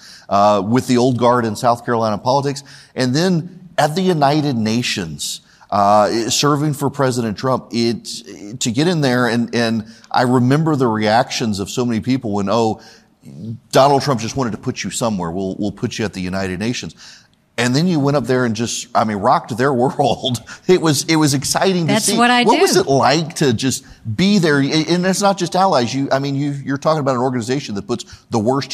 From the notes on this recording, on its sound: on stage at The Gathering